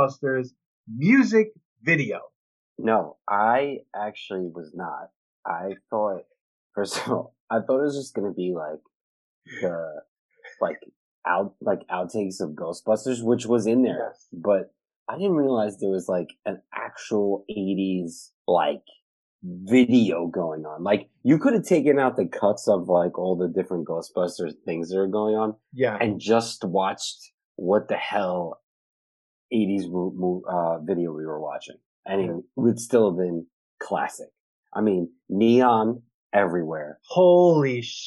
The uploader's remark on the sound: We recorded this on October 13th, 2020 on Zoom so there are some small sound discrepancies.